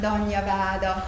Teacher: ott lehelünk egyet a végére · Term: viszarga